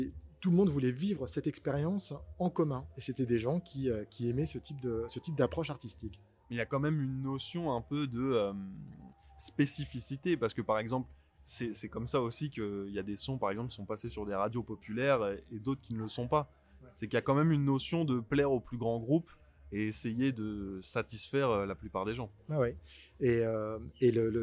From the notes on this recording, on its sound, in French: Nous nous retrouvons au festival Chorus. Ce podcast a été enregistré pendant le festival Chorus des Hauts-De-Seine 2023 au SeineLab. Le SeineLab est un lieu d’exploration, d’expérimentation, de découverte et d’apprentissage autour du son via des univers numériques, nouvellement ouvert depuis le mois de janvier 2023 à La Seine Musicale.